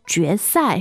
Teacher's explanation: But the tones here for 决赛 are second and fourth. Second and fourth.